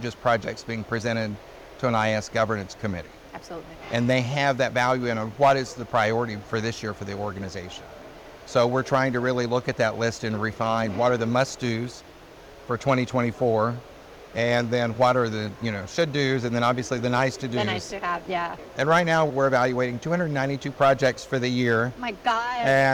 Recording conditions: busy venue